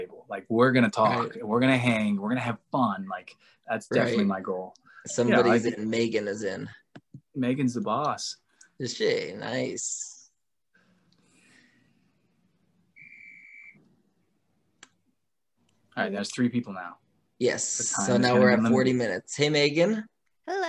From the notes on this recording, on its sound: The cast, on a Zoom call